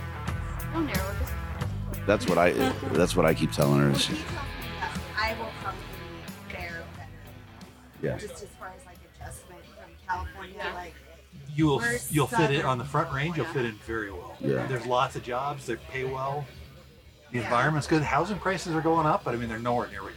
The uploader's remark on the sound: Live from Mountain Archery Fest